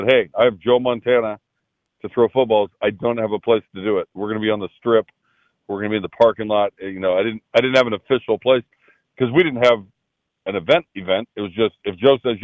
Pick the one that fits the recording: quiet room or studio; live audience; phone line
phone line